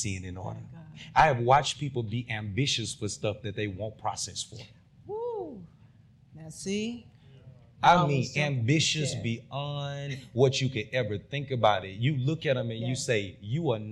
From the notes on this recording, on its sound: This is a live recording at the conference and book relaunch.